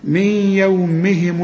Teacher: نون بعدها الياء والياء من حروف الإدغام في غنة